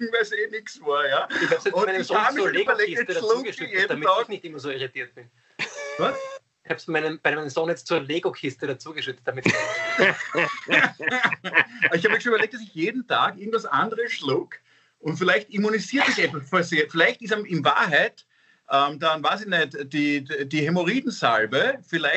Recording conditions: video call